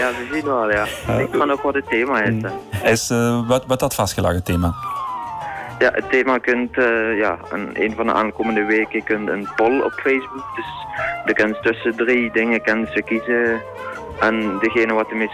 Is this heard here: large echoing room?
no